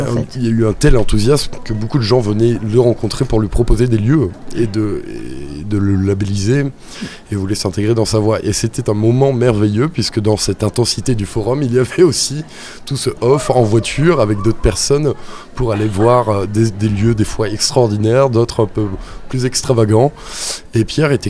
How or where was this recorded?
outdoors